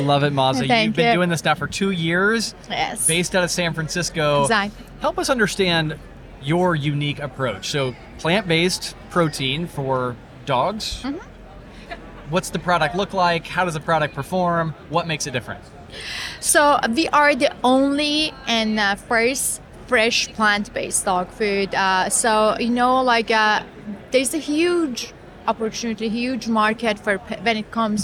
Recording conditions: busy venue